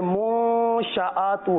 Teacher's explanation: یہاں پر غنہ بھی کرنا ہے، پیش کے لیے ہونٹوں کو گول بھی کرنا ہے